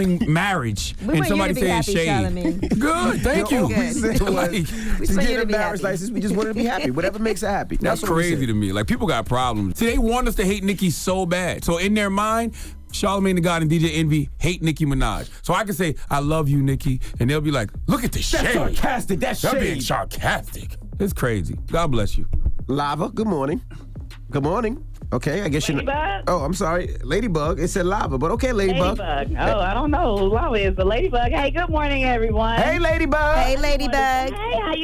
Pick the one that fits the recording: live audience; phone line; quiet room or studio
phone line